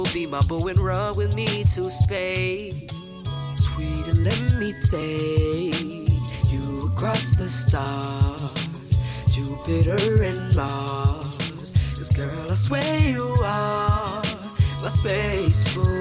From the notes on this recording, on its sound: Originally broadcast live on July 11, 2016 from the storefront of The Late Late Bar on Houston Street in New York City. Special guest DJ set.